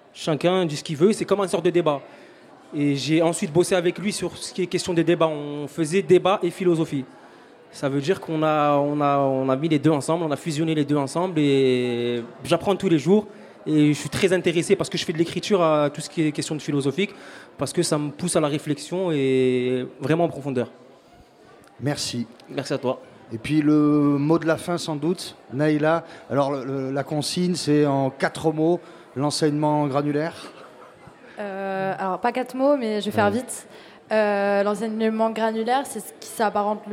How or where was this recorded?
live audience